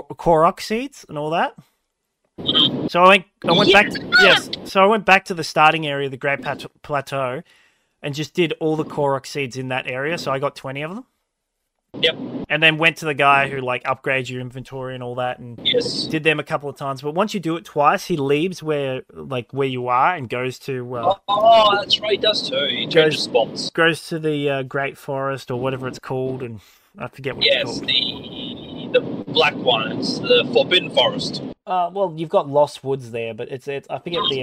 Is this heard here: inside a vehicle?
yes